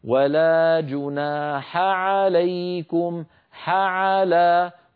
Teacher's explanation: ولا جناح عليكم حعلى هنا التقى في النطق حاء بعدها عين والعين والحاء كلاهما من حروف الحلق فعلينا أن نخلص أحدهما من الآخر هكذا ولا جناح عليكم حعلى ولا نخلط صوت أحدهما بالآخر عندنا